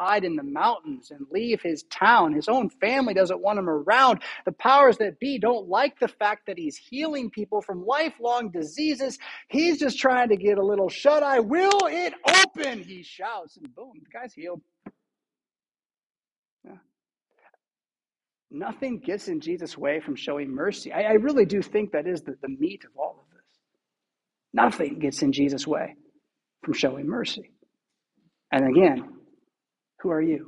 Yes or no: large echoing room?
yes